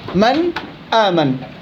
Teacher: مخرج النون من طرف اللسان، أحرف الحلق من الحلق، مسافة بين طرف اللسان للحلق، فالمكان بعيد، فكان لابد من إظهار النون. من آمن صعب إنك تخفي، من صعب تخفي وصعب تضغم، لأنه المسافة بين النون والهمز والهاء والعين والحاء والغين والخاء مسافة بعيدة، فكان حكم إظهار.